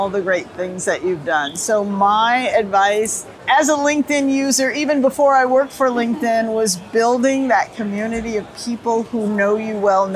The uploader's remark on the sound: The episode was recorded live on-site at Salesforce World Tour Sydney